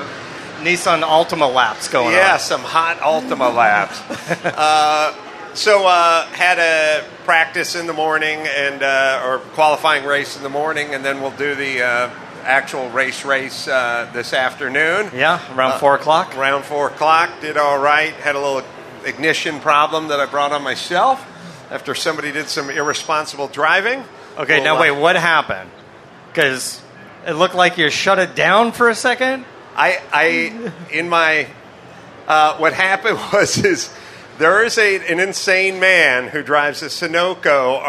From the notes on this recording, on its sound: live from the Nissan exhibit at the 2018 Rolex Monterey Motorsports Reunion